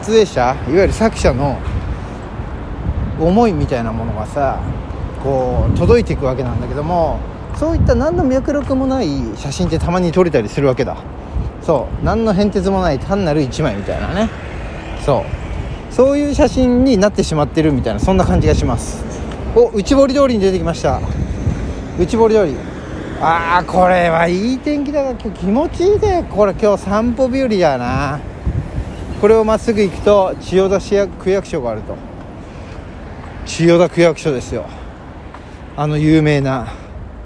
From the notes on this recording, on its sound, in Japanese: 今日のロケトークは天気のいい神田から九段下までの道中。神田から九段下までの道中を収録しております。歩きながらが楽しい季節になりましたね。